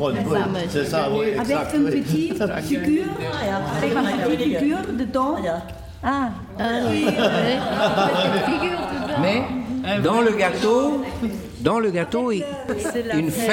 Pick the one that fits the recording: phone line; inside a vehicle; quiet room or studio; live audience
live audience